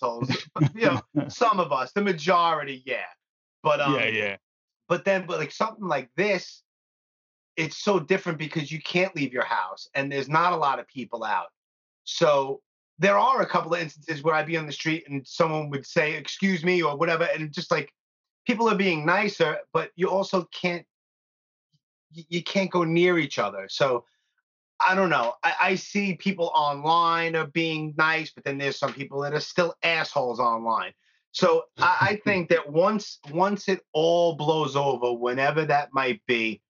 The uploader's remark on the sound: We had a lengthy conversation via Skype